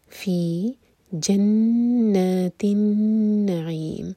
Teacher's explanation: دونوں نون جن پر شدہ ہے غنہ کریں گے، ہولڈ کریں گے 2 سیکنڈز